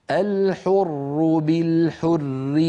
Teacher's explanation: ولو وصلنا نرقق لأن الراء ستكسر